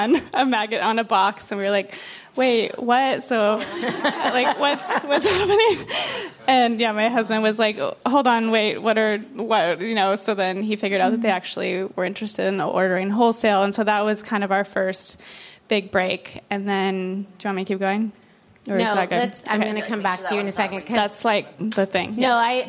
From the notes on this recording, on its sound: Our second live LIBERTY Sessions event from the Santa Monica WeWork offices